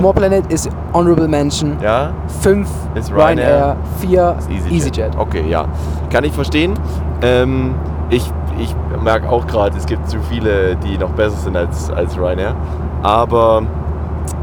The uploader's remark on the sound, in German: Live aus dem Flugzeug. In der heutigen Episode geht es um unseren England Aufenthalt mit sogar einer Live-Aufnahme aus dem Flugzeug.